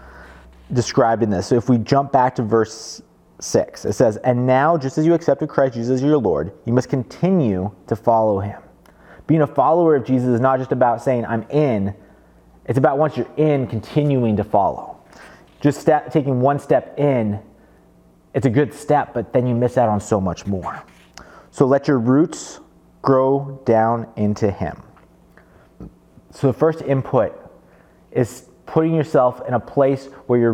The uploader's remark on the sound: Below you’ll find an audio only recording of our service.